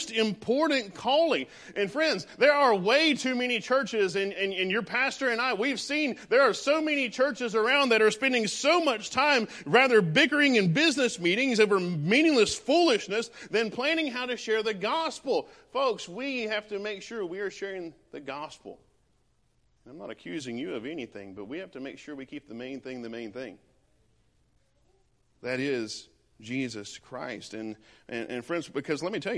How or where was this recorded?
large echoing room